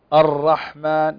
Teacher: فنستعلي باللسان ونقرأ الراء الرحمن، نستعلي باللسان، لأن الاستعلاء هو ارتفاع اللسان فيؤدي إلى تفخيم الحرف، والاستفال هو انخفاض اللسان ويؤدي إلى ترقيق الحرف.